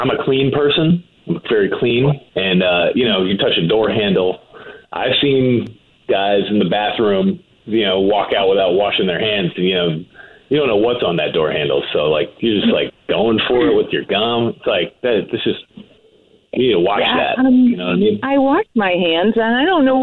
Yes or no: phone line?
yes